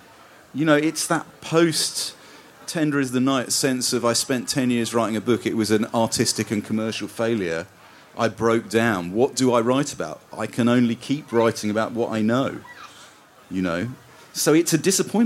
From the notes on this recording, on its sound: In a special edition recorded at Port Eliot Festival